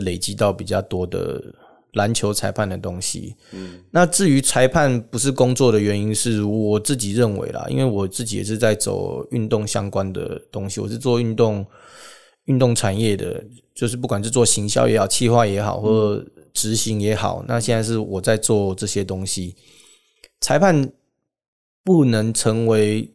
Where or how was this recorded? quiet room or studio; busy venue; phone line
quiet room or studio